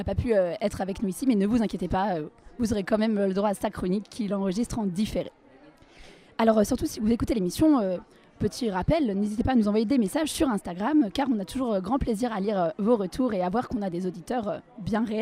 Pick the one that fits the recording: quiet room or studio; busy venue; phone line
busy venue